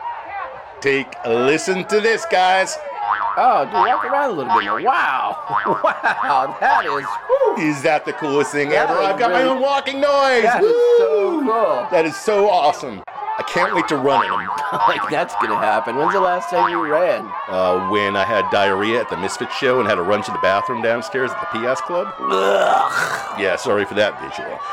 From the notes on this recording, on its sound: LIVE FROM THE PRUDENTIAL CENTER IN NEWARK, NJ